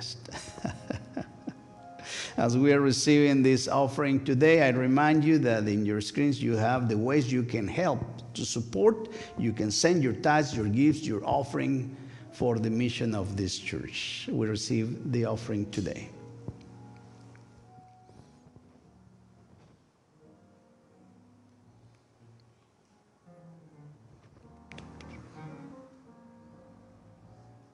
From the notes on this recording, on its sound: A special recorded live service. First United Methodist Church of Pacoima. We are located at 12550 Van Nuys Blvd.